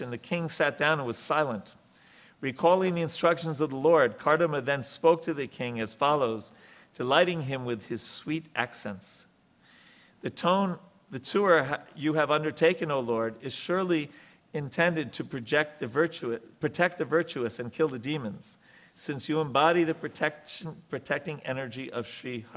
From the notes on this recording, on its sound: Lectures on the Srimad Bhagavatam are held on Sunday mornings at our temple.